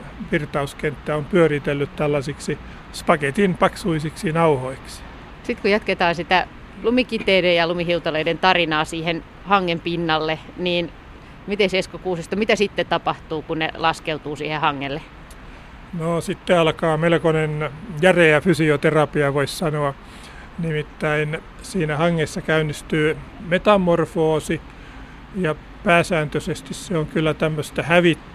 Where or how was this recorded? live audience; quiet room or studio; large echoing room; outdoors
outdoors